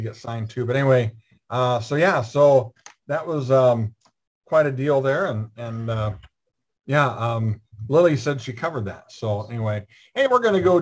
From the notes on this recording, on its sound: joined us on our Zoom Show